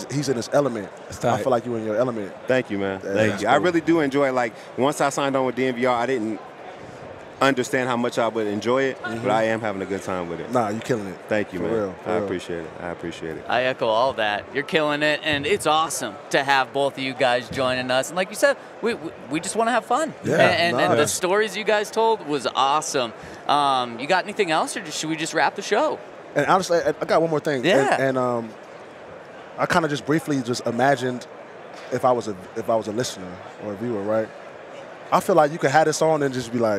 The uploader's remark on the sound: LIVE from Super Bowl Radio Row